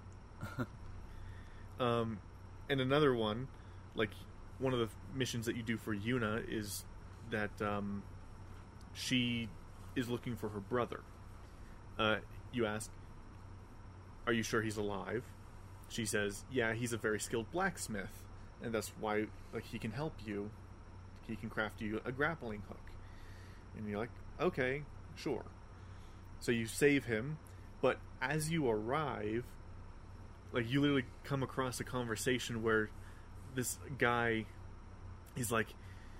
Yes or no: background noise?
yes